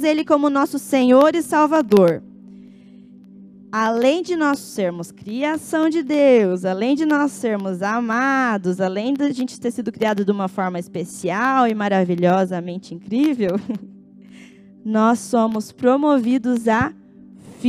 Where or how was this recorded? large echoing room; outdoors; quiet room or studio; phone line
large echoing room